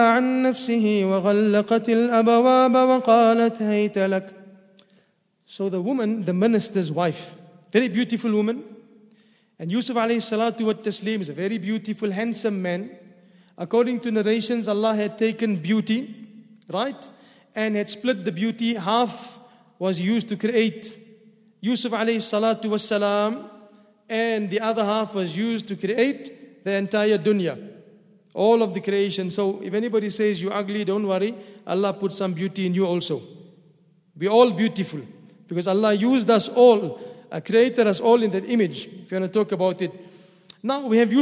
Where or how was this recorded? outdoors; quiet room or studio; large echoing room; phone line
large echoing room